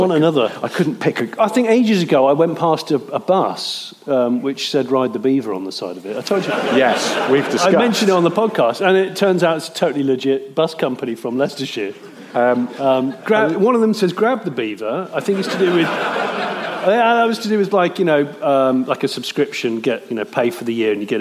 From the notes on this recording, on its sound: Record in front of an audience in a theatre, basically in Glasgow.